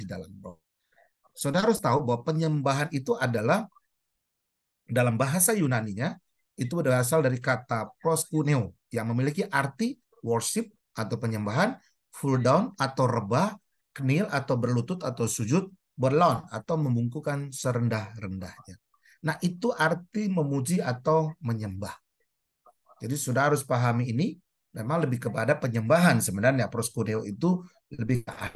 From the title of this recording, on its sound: Audio Zoominar